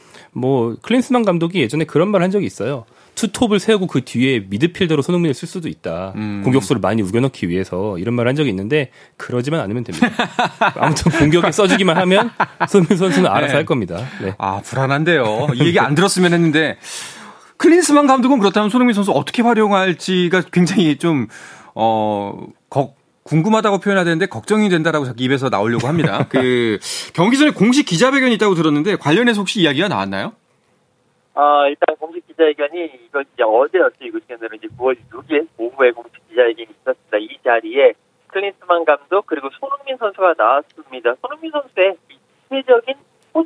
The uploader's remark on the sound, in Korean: 전화연결